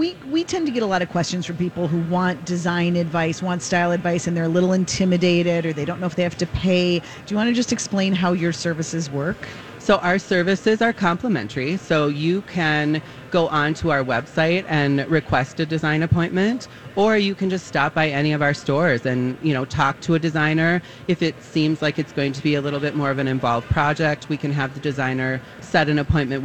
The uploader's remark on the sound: Live from The MPLS Home & Garden Show